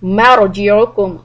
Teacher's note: when را is a سكون before that you have فتحة the را is heavy